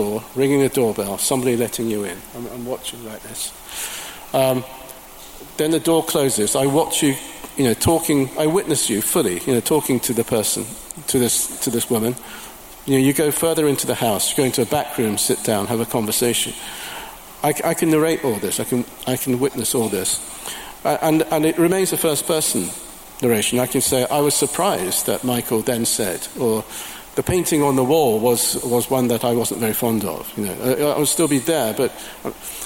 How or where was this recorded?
live audience